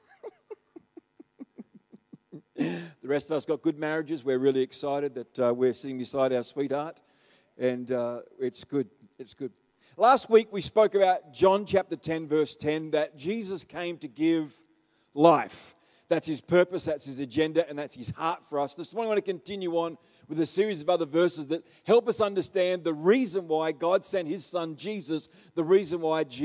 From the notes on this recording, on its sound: The live stream of Destiny Church Atherton